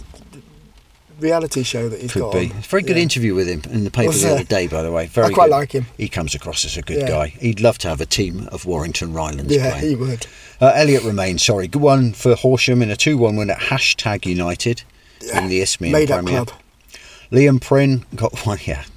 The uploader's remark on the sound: sit in a car outside the ground and watch the rain fall down and the windows steam up